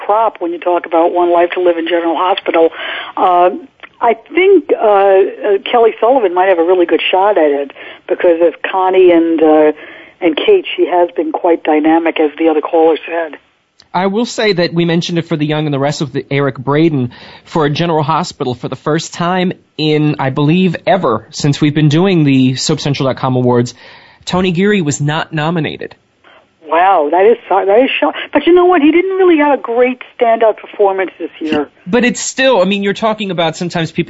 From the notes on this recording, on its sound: This week, we open the phone lines up for the entire hour to you, the soap fans. If you have comments or questions about your favorite soap, you're invited to call in during the live show.